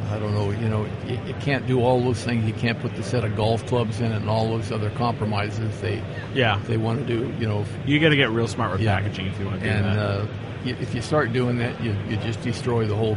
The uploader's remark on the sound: SEMA 2016. This episode I'm joined live from the SEMA show floor.